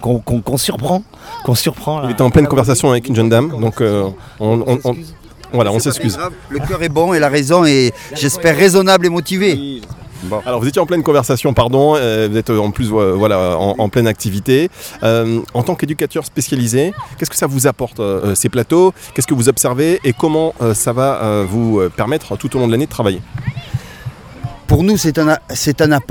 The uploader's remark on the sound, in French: Un Parole Partagée à Nice hors les murs en direct du Stadium quartier des Moulins avec l’association PES mais également les associations Sécurité Sociale Sportive et ADSEA.